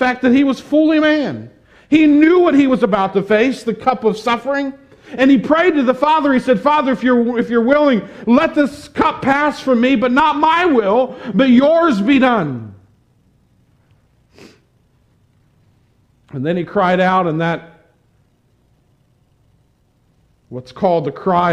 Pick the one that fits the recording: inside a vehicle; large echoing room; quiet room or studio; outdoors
large echoing room